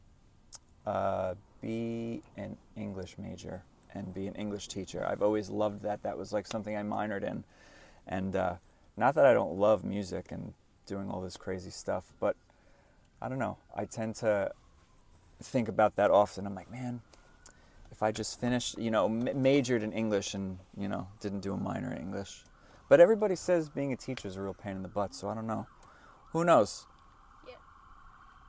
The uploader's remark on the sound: we hopped into their tour minivan outside a club in Baltimore and did a quick interview